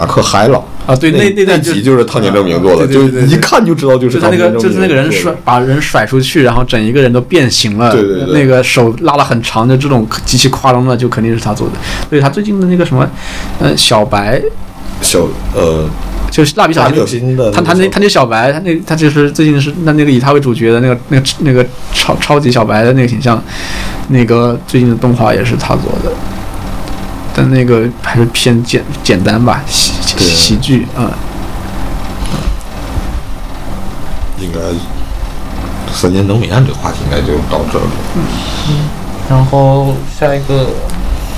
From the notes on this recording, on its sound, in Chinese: 友情提示：本期背景噪音比较大，请大家酌情收听